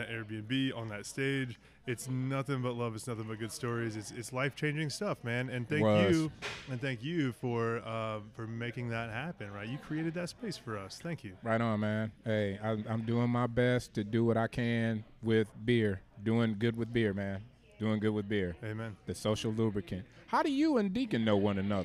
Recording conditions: busy venue